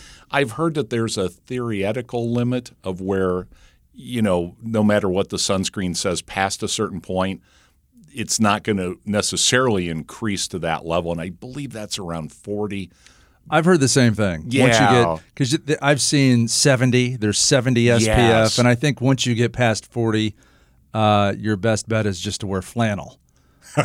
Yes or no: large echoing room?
no